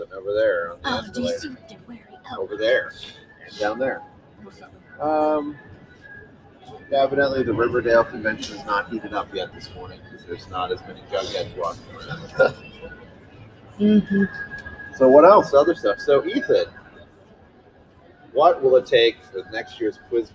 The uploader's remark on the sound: Live from Small School Nationals